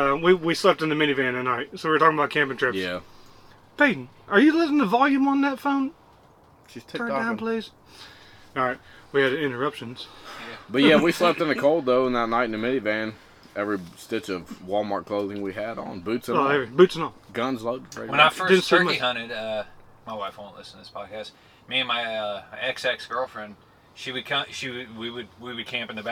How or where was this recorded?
outdoors